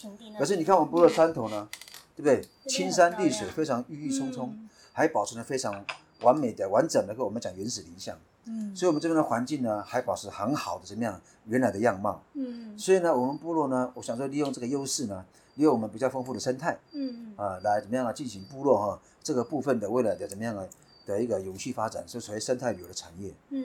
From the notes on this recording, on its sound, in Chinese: 今天要帶大家走出錄音室，來到位在宜蘭縣的大同鄉。這次是我第一次獨自開著車離開外縣市，經過雪隧前往採訪地點。所以我選了一個山腳下的部落。